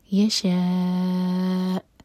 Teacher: حمزہ پر رکیں گے تو میک شیور کہ کٹ آف والا ساؤنڈ آئے